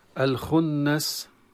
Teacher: بالخنس، طبعا لام التعريف هنا لام تظهر عند الخاء. الخنس النون المشددة حكمها الغنة بمقدار الحركتين، والغنة مصدرها الخشوم